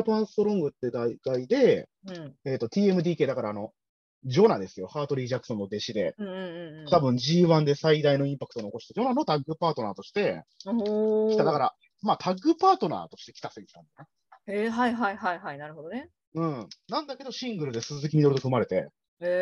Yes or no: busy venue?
no